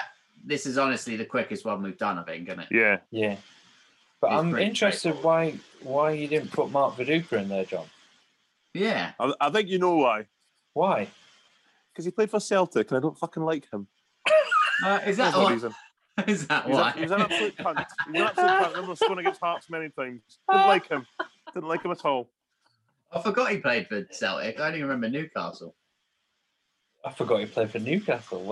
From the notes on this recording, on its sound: The Football Humans are back on Zoom.